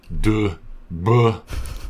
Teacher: it has those nice voiced plosives